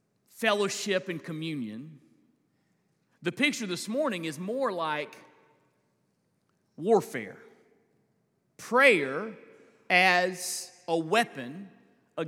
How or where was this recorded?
large echoing room